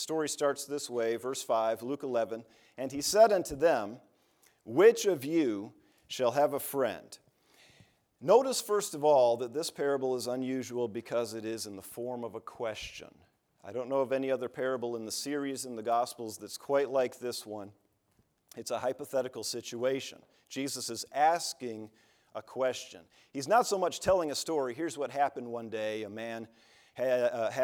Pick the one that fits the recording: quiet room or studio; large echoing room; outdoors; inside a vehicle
large echoing room